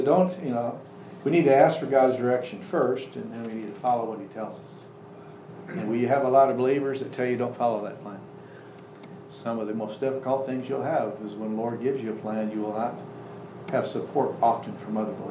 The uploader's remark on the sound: Services have resumed with Social Distancing in place, so we have returned to live recordings. Sunday Sermon.